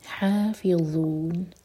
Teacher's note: آئے 5، والذین ہم لفروجہم راہوی حافظون، حا حلق سے اور ضا کے لیے ہماری زبان اوپر والے دانتوں کو ٹچ کرے گی، تھوڑی سی ٹپ باہر ہوگی اور منہ بھر کر پڑھا جائے گا